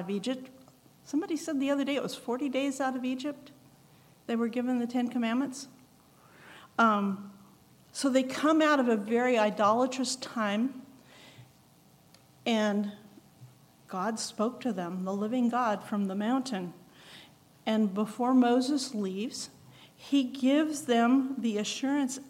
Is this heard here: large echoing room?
yes